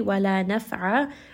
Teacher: عَيْنَ is going to be from the middle of the throat. And this is a two count مَد العِوَد.